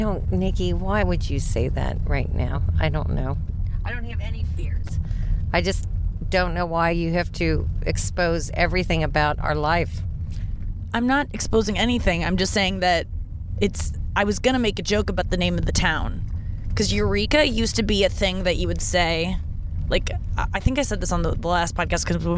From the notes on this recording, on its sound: in the car